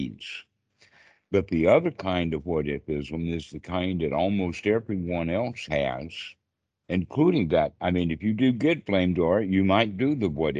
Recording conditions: video call